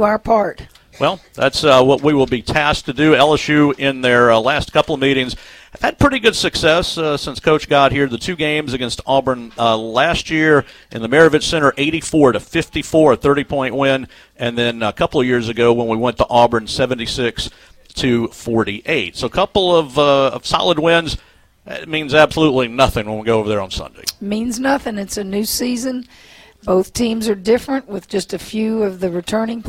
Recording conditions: busy venue